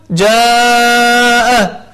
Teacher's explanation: فحرف الهمزة حرف شديد مجهور، ففيه قوة يعني قوي جدا هذا الحرف حرف الهمزة، وحرف المد حرف ضعيف جدا خفي، فزيد في مقدار المد حتى نستطيع أن ننطق بين الضعيف والقوي، فنقول جاء حتى نعطي حرف الهمزة حقه من صفاته الذاتية وهي الهمس والجهر.